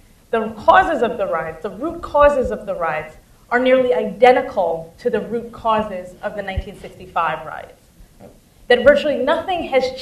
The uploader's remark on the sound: Post-Screening Discussion of Film LA 92. Moderated an audience discussion on historical and political themes presented in the film.